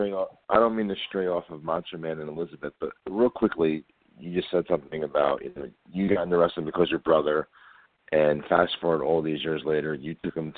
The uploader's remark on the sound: We are joined LIVE on air by former WWE Diva. We take your calls LIVE on air!